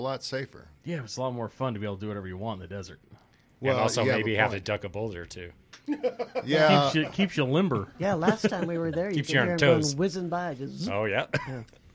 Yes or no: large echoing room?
no